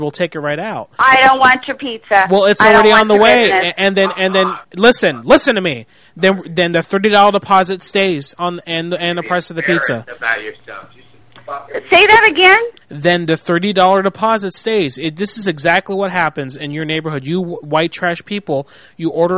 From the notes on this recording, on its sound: Prank Phone Calls